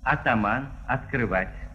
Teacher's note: Начальные «а» и «о» произносятся всегда как «а», в каком бы слоге они ни оказались.